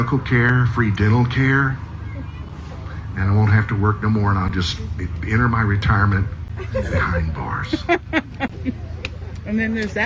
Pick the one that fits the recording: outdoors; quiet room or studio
outdoors